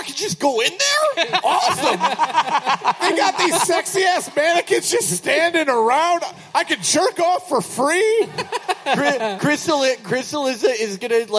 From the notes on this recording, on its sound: Live At DC's 9:30 Club. We had a magical evening in DC.